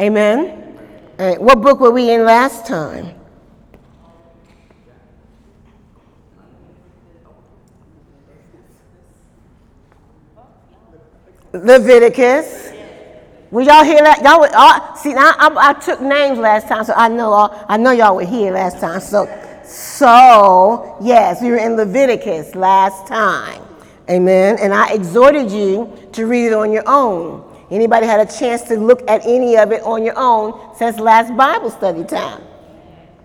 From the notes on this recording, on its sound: During Wednesday night service on April 26, 2018